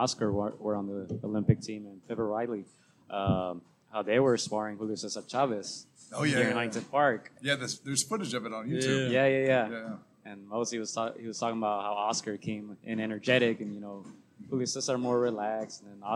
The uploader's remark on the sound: LIVE from Jackrabbit Boxing gym in Long Beach, CA